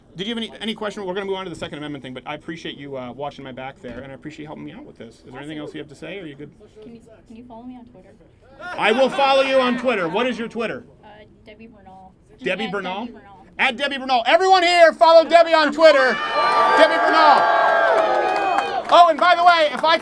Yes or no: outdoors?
yes